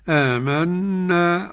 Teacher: حرف غنة مشدد، والغنة بمقدار حركتين لا تزاد